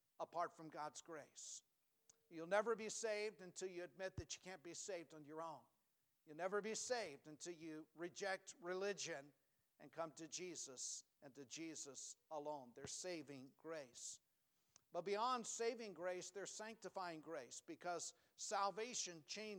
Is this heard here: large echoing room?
yes